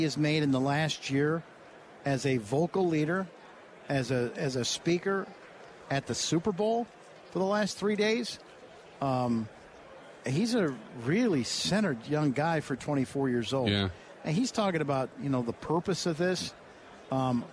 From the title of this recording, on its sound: Live From Super Bowl Radio Row